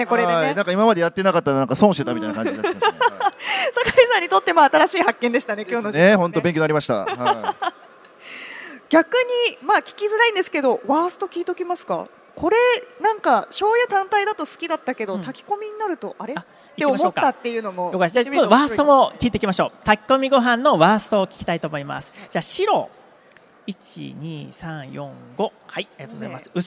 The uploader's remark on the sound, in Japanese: CRAFT SAKE WEEK 2023 at ROPPONGI HILLSにて公開収録。